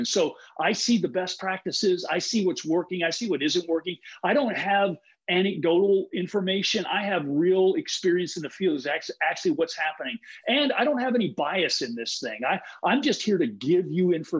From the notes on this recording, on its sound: you are going to hear the recording of a webinar